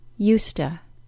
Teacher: The Z sound changes to the S sound, the D sound is dropped completely, and the OO sound of the word to changes to schwa · Term: informal contraction